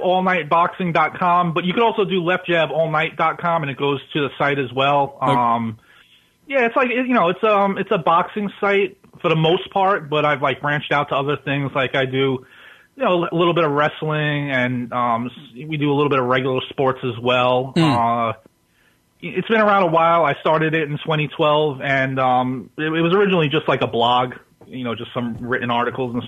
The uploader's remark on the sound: is joined on the phone